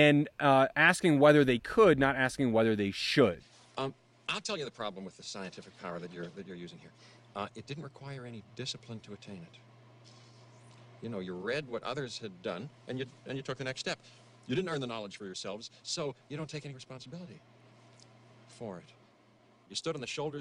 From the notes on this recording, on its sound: recorded in Dixie National Forest in Utah